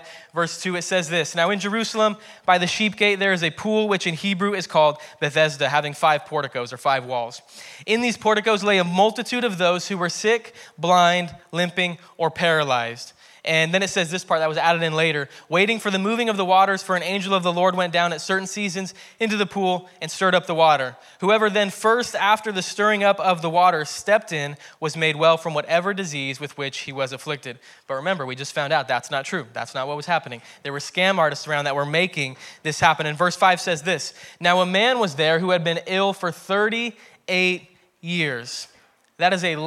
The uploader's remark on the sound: preached at Hermiston Assembly on July 25, 2021.